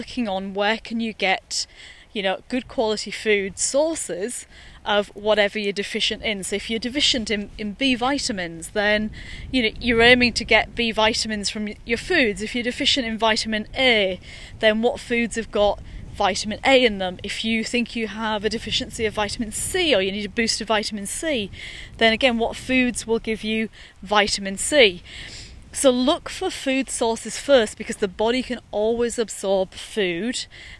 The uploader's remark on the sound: recorded during daily walks